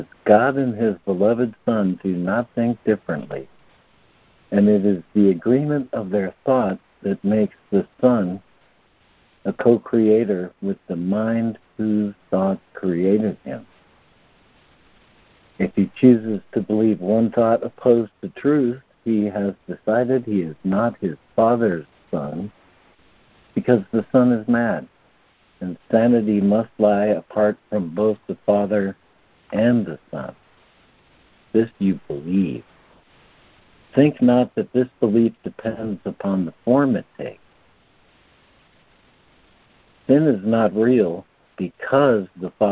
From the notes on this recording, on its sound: ACIM Daily Conference Call